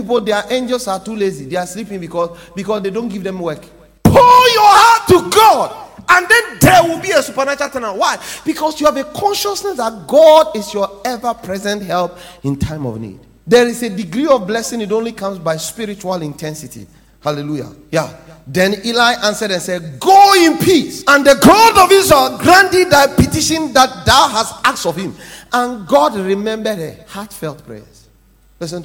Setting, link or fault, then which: setting, large echoing room